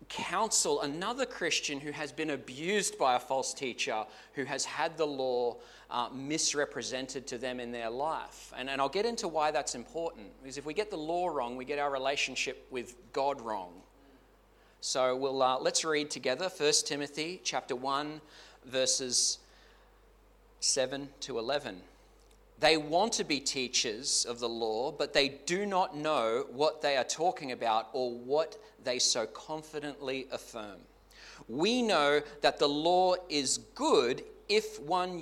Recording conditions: large echoing room